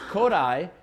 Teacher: Stress on the first syllable, right?